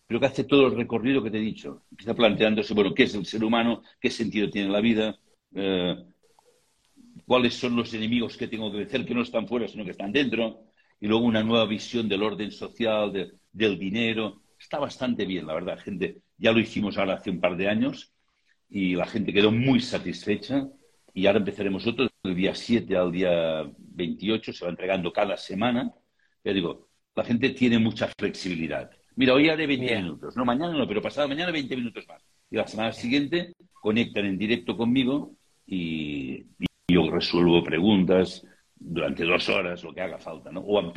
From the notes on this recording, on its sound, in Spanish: Audio de la charla en vivo por Instagram